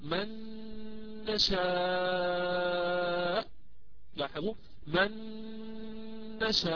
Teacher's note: وطالما أنه إدغام يعني النون ليست مظهرة فلا تظهر عليه السكون مع أنها ساكنة، وطالما أنه إدغام كامل فستظهر الشدة على الحرف المدغم فيه وهو النون هنا من كلمة نشاء، وطالما أنه إدغام بغنة فستسمعون غنة مطولة عند النطق · Term: إدغام كامل بغنة